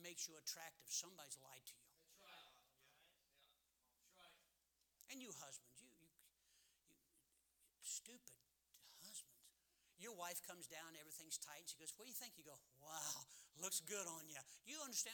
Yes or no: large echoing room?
yes